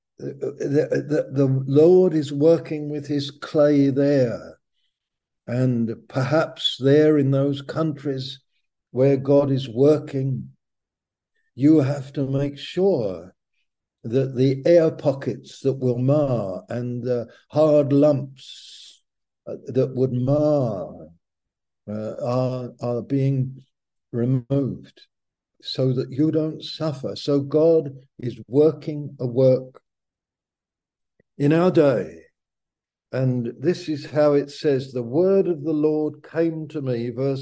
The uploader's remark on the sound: Malaysia Meets (Zoom)